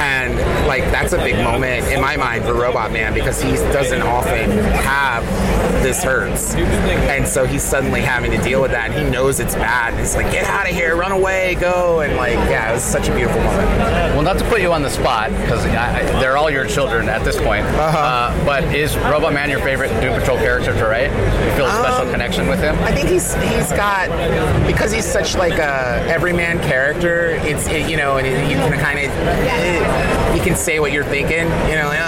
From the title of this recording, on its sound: LIVE from SDCC '23